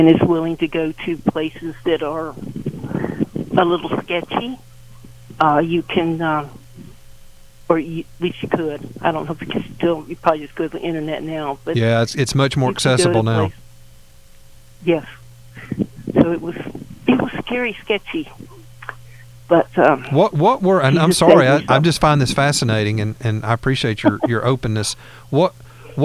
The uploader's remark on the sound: take phone calls